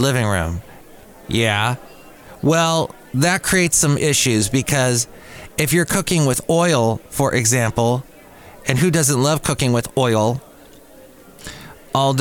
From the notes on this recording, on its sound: podcasts live from Café Anyway